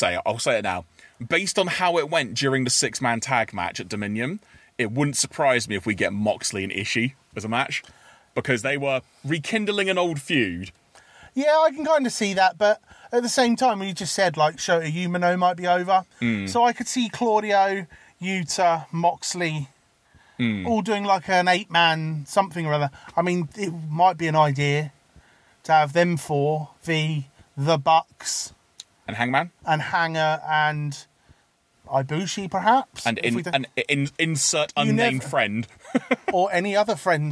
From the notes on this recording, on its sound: gather in the car studio